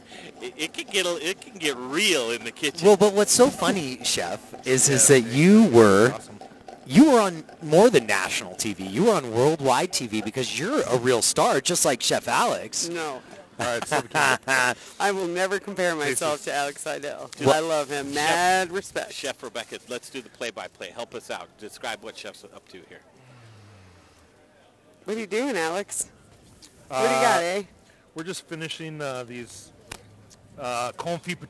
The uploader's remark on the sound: Cooking live for you from Logan Street Denver and Carboy Winery! This is night three of the Fall Dinner Series.